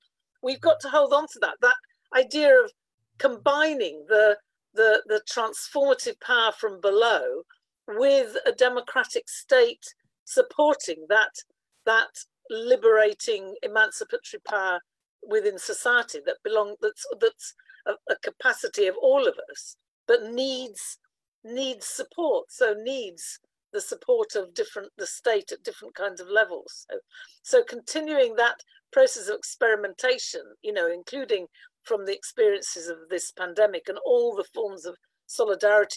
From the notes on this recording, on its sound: Recording of TWT and Verso's webinar